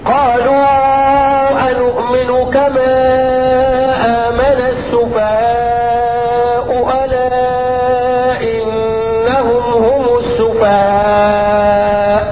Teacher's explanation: أربعة في السفهاء الأولانية وصلا وأربعة في السفهاء الثانية وقفا